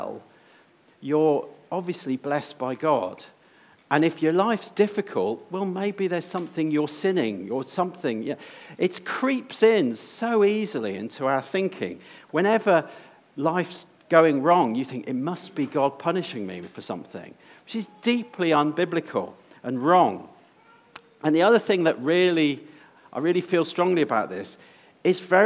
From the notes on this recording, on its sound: before a time of Q&A with questions from those in attendance